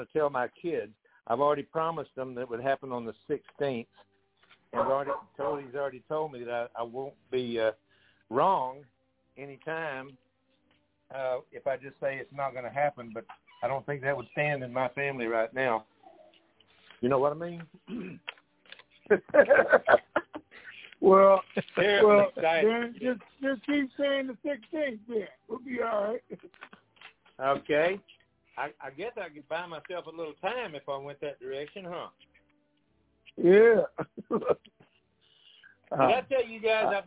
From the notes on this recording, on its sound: TNTSuperfantastic Conference Call.